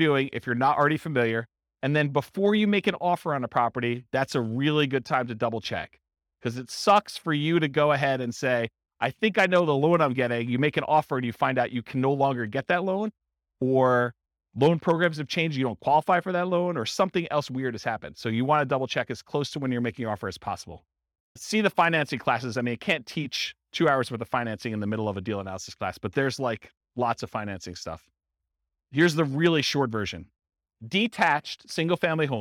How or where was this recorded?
live audience